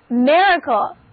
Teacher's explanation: 元音字母 I 发短音 E, A 发 E 的音